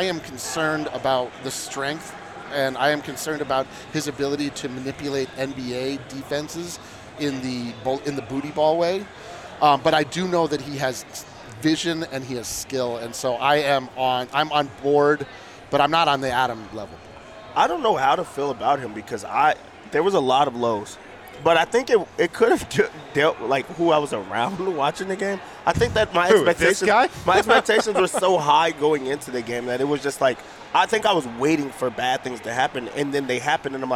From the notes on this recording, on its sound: LIVE in Vegas at Circa Resort and Casino